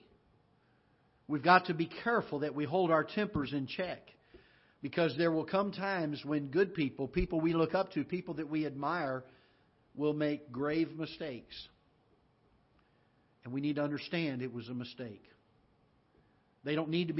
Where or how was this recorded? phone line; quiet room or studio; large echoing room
large echoing room